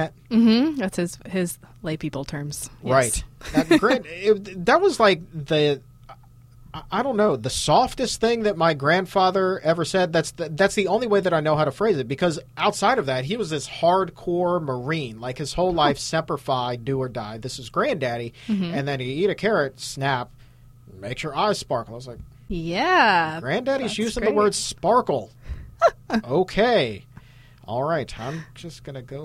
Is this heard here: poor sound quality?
no